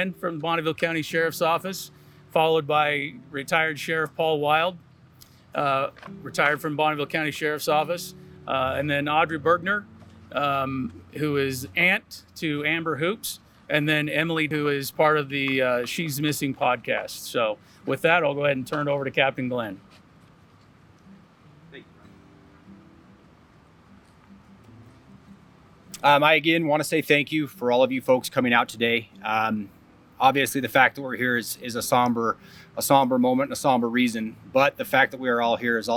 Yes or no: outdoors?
yes